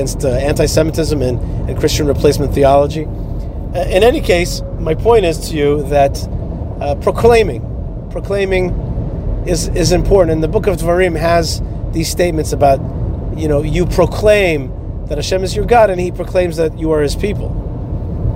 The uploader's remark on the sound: is driving down the highway in Florida